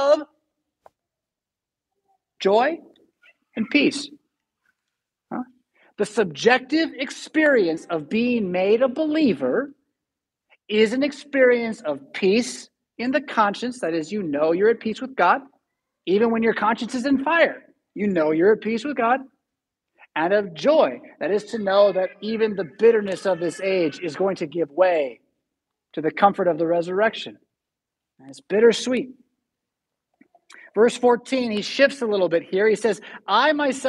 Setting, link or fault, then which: setting, large echoing room